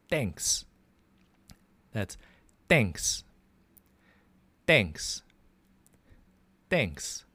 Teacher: It's not like thanks with a TH like we say it in English, but with a D sound, and it's a hard D sound